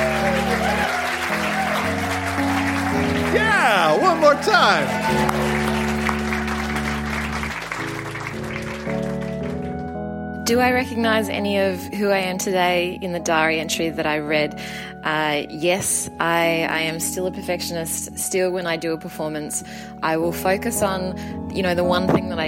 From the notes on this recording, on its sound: Recorded live at the Woodford Folk Festival.